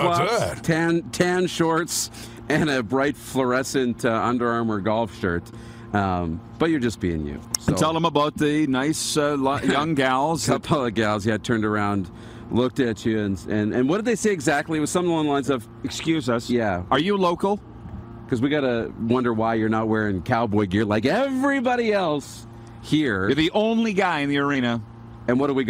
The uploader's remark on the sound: Back at the Bullbustin' Arena. We are LIVE from the Grey Eagle Resort and Casino in Calgary, Alberta.